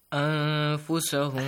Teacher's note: Hide the sound of noon, extend it also, nasal sound added.